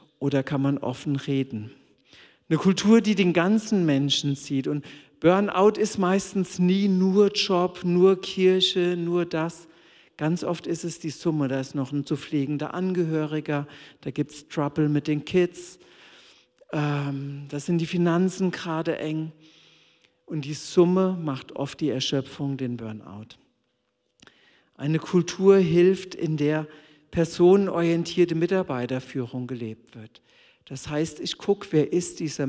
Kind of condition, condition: setting, large echoing room